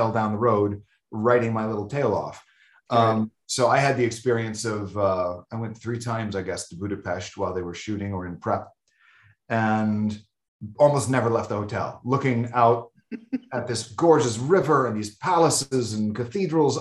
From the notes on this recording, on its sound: Shot via Zoom, March 2022